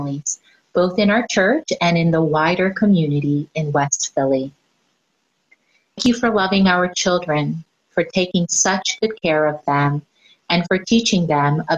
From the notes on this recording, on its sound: Our Zoom-streamed service